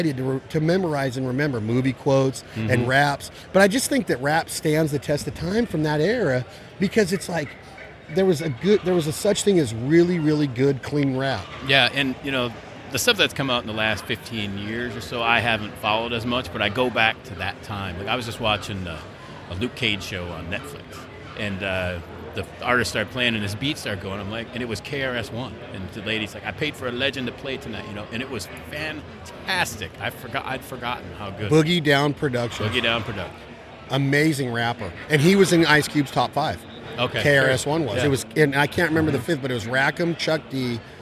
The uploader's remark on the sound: at the NWTF convention in Nashville, TN